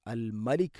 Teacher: മീമിനെ പിന്നെ നേർപ്പിക്കണം, കനപ്പിച്ചുകൊണ്ട് ഉച്ചരിക്കരുത്.